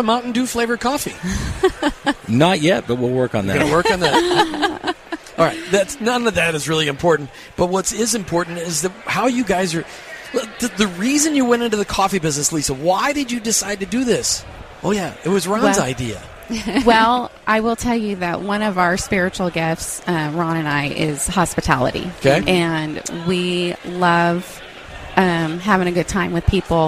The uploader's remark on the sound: this year’s Workmatters Conference as we had our broadcast LIVE from their site in Rogers, Arkansas